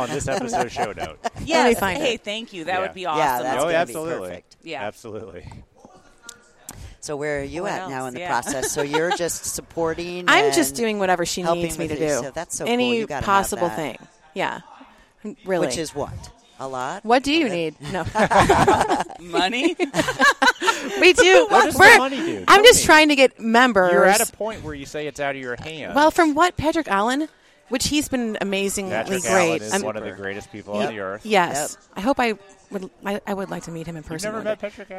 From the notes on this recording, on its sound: We set up in the Ivoclar Ballroom and recorded all weekend long. Inspiration from the Ivoclar Ballroom at Lab Day Chicago. We set up in the Ivoclar Ballroom and recorded all weekend long.